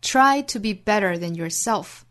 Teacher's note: Better 这个词里包含 flap t, better than yourself,后面 self 这个音节重读